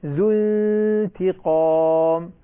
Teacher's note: ذو انتقام، لاحظ هنا النون مع التاء مرققة والغنة تتبعها ذو انتي، ولذلك هنا إذا ننتبه للمسألة فيها دقة في الأداء. ذو هذه الفم يكون مضموما عند الذال، لكن لا يبقى الفم مضموما عند النون